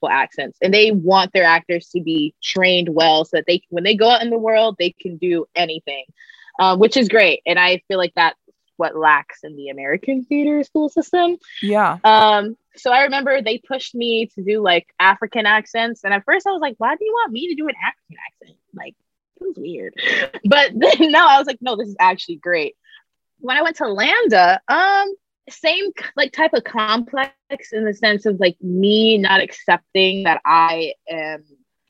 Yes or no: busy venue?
no